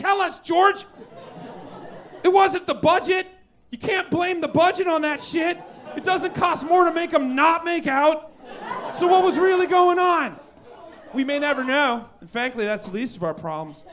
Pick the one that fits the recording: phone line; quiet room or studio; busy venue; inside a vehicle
busy venue